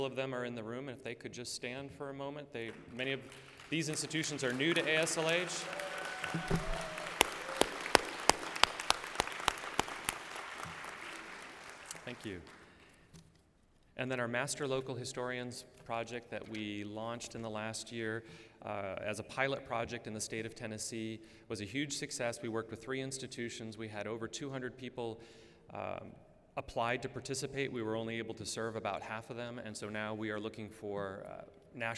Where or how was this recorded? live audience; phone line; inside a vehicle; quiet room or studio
live audience